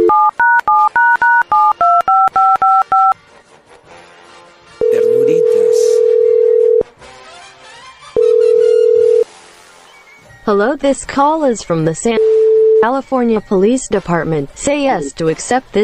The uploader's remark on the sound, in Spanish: le llama a su esposa